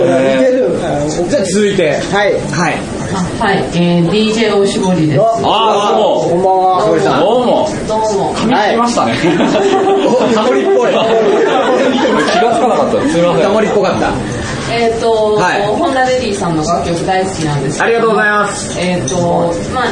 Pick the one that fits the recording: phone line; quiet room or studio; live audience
live audience